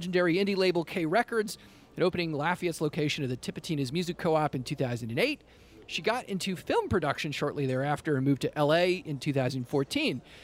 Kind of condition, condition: setting, busy venue